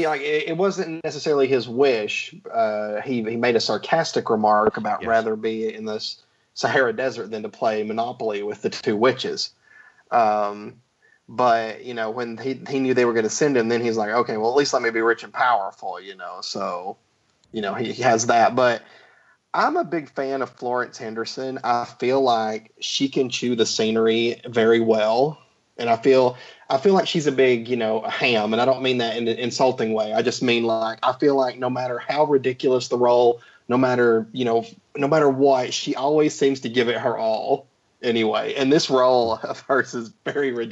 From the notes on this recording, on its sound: we duke it out ourselves with some serious Skype issues, including a sound delay which makes the whole recording just a touch bit awkward